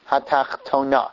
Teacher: So that's the way Hebrew works, that the last syllable is emphasized, usually, and in some words, the second to last syllable is emphasized. Now this word, hatachtona, normally would be emphasized with the last syllable